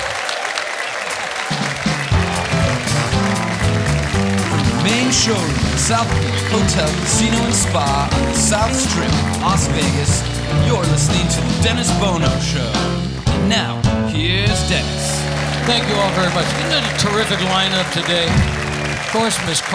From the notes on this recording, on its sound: Live at the South Point Casino